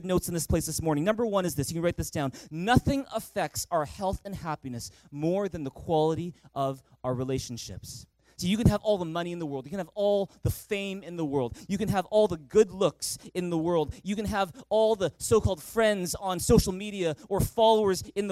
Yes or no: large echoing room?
yes